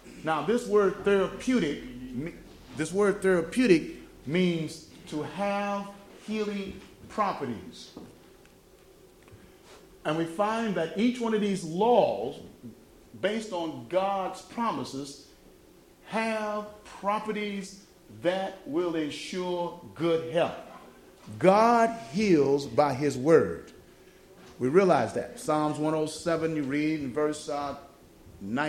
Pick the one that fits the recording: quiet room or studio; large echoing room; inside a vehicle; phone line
large echoing room